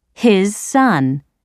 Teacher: So, in his son, the z in his is pronounced like the s in son. His son. · Term: linking